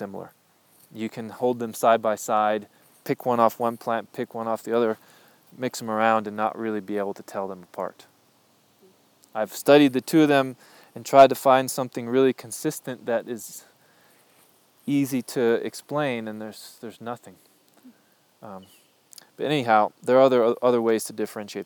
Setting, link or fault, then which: setting, outdoors